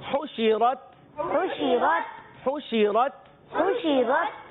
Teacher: हा की अदायगी हलक के दरमियान वाले हिस्से से